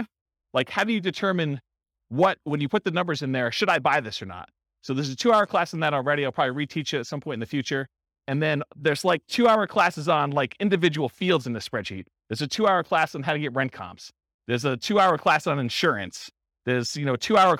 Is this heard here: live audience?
yes